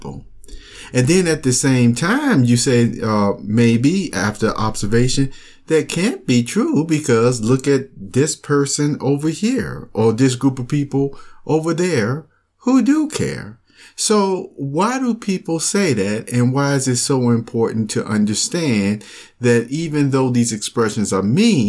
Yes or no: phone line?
no